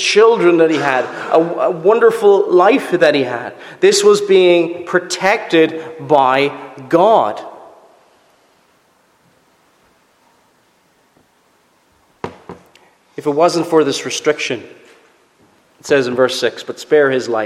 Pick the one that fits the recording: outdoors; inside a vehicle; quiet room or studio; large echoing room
large echoing room